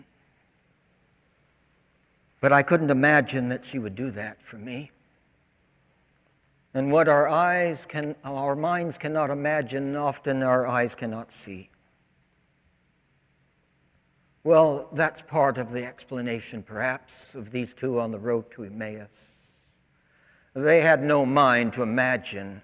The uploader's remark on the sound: In his sermon, preached for the Second Sunday of Easter, April 19, 2020, at St. Philip's Church, Charleston. In this season of quarantine.